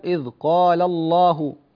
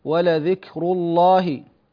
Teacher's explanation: والتغليظ إما متفق عليه وإما مختلف فيه، فالمتفق عليه هو تفخيم لام الجلال بعد الفتحة والضمة. لام لفظ الجلال الله تفخم بعد الفتحة والضمة